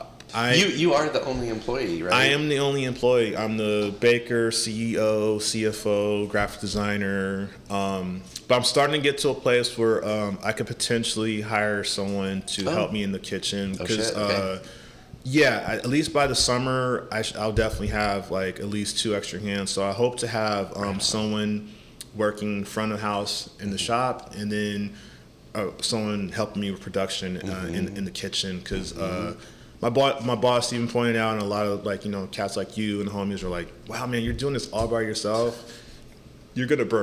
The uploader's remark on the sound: We recorded this podcast at Whack Donuts in the Embarcadero in January 2024.